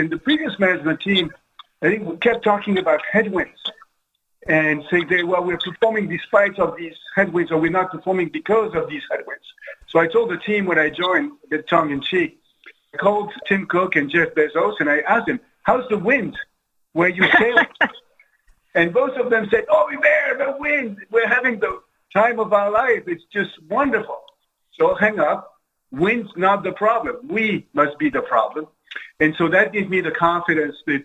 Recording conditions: video call